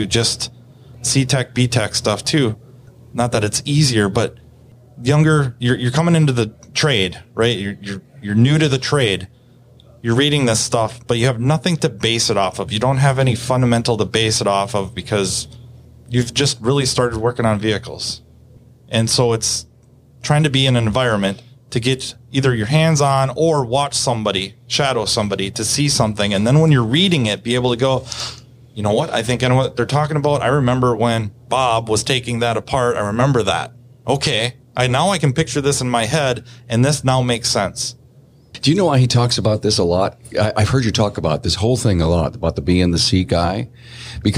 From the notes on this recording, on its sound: This outspoken trio ponders training in a big way since we recorded this at vision. It was a perfect topic since Vision of the Premier training event.